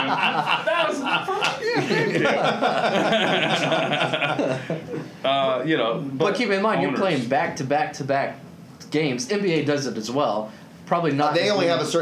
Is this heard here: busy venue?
yes